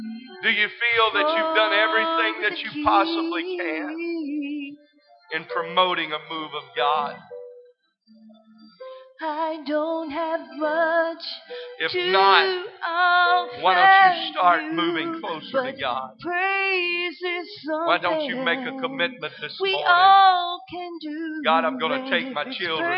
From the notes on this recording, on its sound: This service is broadcast live from First Pentecostal Church in Silsbee Texas.